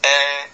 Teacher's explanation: إمالة النطق بحالة متوسطة بين الفتح والكسر